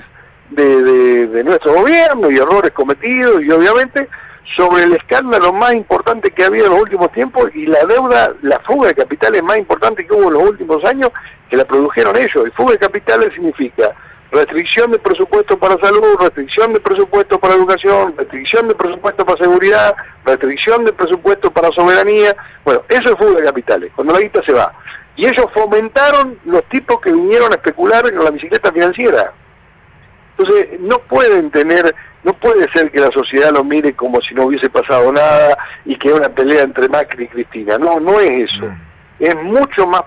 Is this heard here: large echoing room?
no